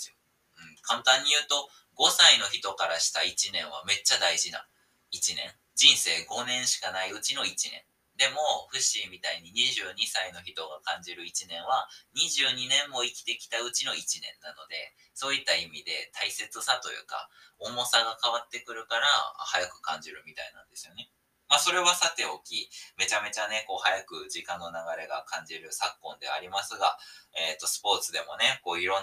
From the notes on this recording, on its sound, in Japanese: 音質悪くなっております！！今回は音質悪目です！（やらかしましたｗ）。